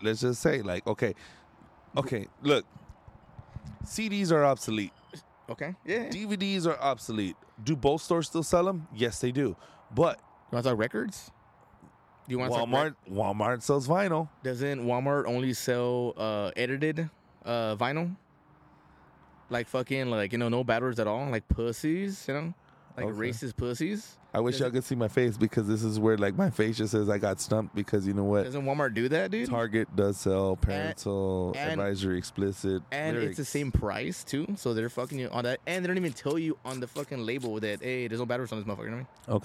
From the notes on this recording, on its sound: Live at the Landmark Arm Wrestling